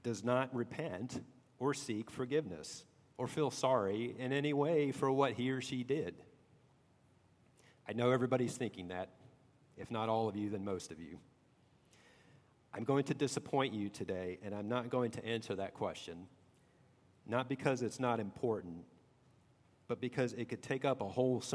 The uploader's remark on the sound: at Redeemer Presbyterian Church in Charleston, SC